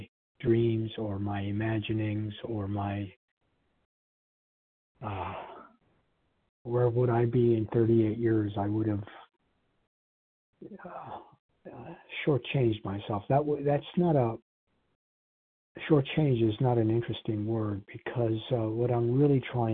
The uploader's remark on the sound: from the 100 Pounders Phone Meeting, 4/24/23